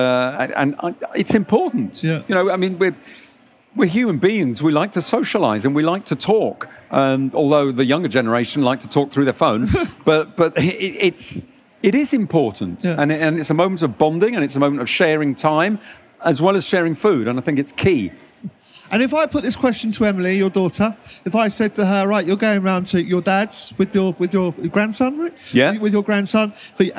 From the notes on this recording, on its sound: recorded at the BBC Good Food Show